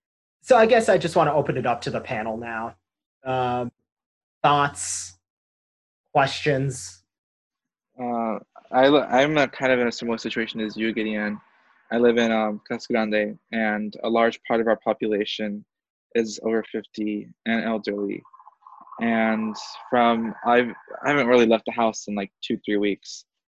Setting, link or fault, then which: link, video call